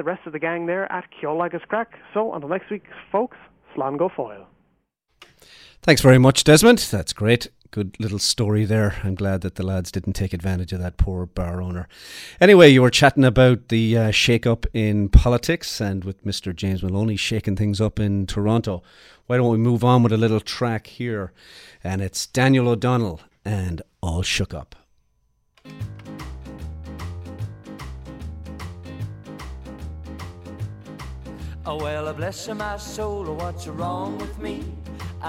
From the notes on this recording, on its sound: calls in from cottage country